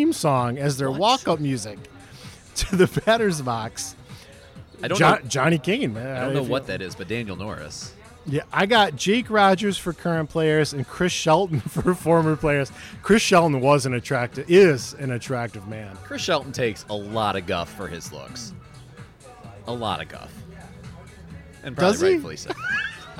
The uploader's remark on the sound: live at Mootz Pizzeria + Bar on Library Street, downtown Detroit